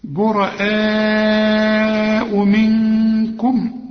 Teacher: النون بدون تشكيل عايزة غنة عشان بعدها الكاف، والكاف برضو من حروف الاخفاء